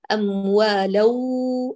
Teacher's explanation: هكذا أتينا بإدغام بغير غنة فأسقطنا جزء من الحكم وهذا خطأ. ولا نقول أموالا فنأتي بغنة بشكل مبالغ فيه ونغطي على الواو تماما فبالتالي لابد تكوني متوازنة في الأمران.